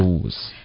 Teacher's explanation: go 的这个 o 结尾的 u 的音稍微饱满一点